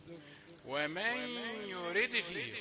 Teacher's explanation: قلقل الدال وهات الغنة كويس